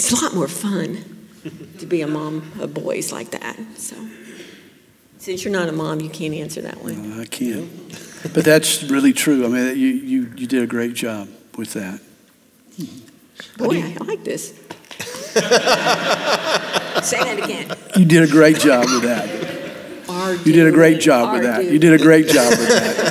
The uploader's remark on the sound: Class: Parenting Seminar '24 | Q&A.